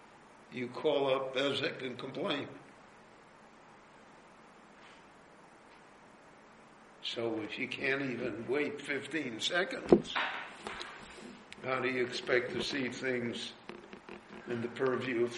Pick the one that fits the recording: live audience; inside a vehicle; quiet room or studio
live audience